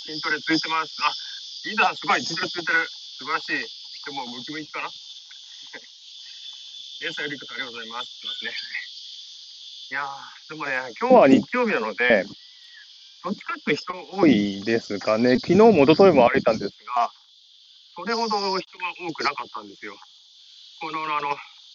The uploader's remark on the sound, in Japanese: ウォーキングライブ。シドニー #オーストラリア #ウォーキング。